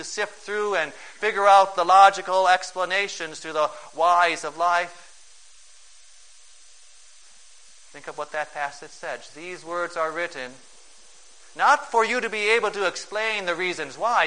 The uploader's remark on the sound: Preached on May 1, 2011, for the Second Sunday of Easter, at St. John's Ev.